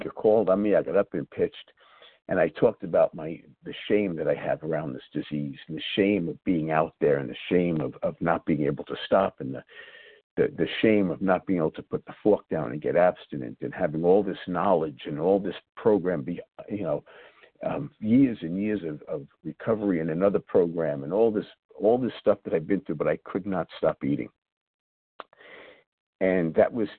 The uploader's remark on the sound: 100 Pounders Phone Meeting.